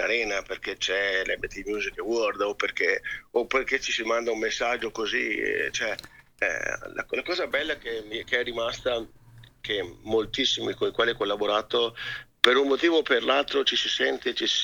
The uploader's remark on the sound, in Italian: INTERVISTA TELEFONICA.